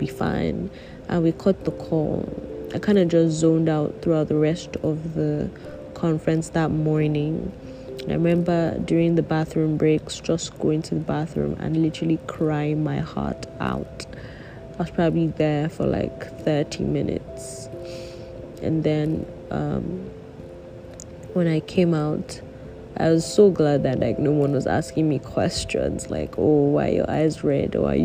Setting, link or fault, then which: fault, background noise